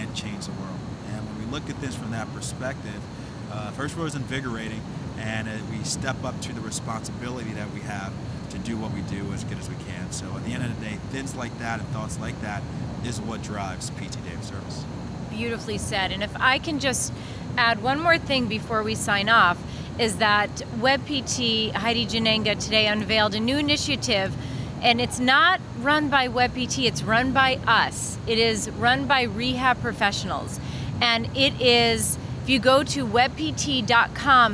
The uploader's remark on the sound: LIVE from the Ascend Conference in Washington DC